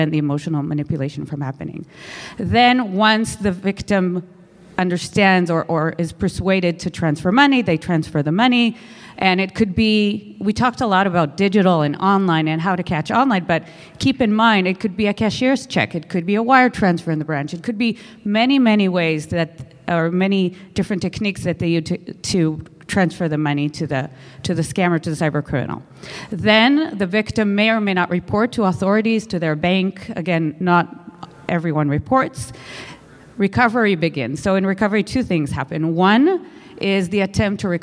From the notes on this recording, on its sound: This recording is from Fintech Nexus USA held at the Javits Center in New York City. From the Fraud Fight Club track.